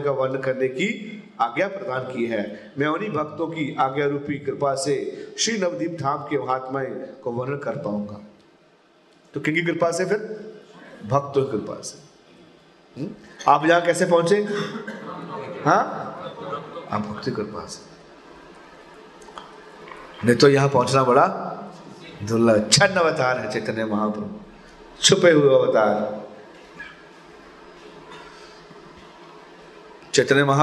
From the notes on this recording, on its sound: Mayapur Yatra 2020. Audience : Camp devotees.